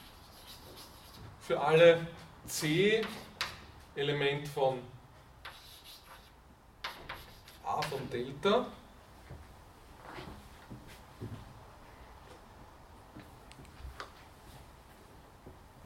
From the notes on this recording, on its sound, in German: Diese Vorlesung wurde von Studierenden aufgenommen